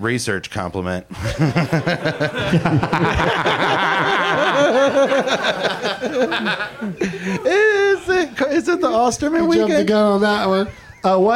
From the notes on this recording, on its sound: Live from the UCB Franklin